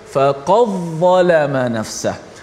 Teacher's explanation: dal tu ditenggelamkan seolah-olah dal tu dimasukkan ke dalam dha · Term: idgham